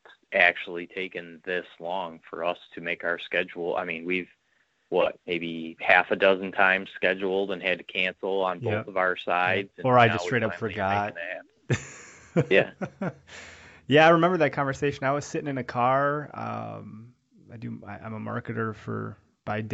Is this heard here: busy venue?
no